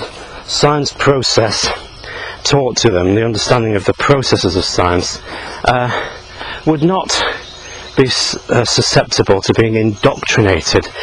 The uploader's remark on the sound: while out walking his dog